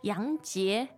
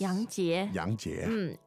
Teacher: Her name is interesting because the tones there, I find them tricky. The two second tones.